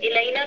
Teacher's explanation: صرف الینا کا جو نون کا زبر ہے نا یہ دیکھیں مد اصلی ہے کیوں، کیونکہ اس کے آگے الف بھی آ رہا ہے نا زبر کے آگے الف تو اس کو تھوڑا سا لمبا کر